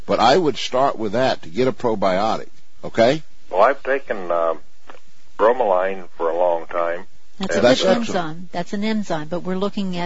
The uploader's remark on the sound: Open Phones Friday. Answer listener questions.